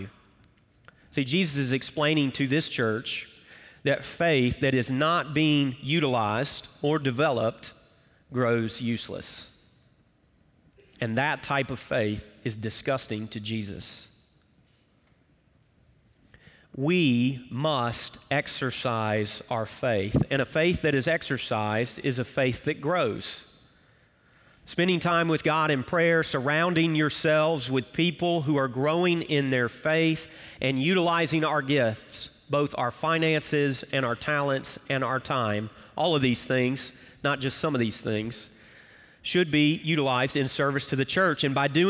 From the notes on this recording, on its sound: Recorded Live at Brookwood Church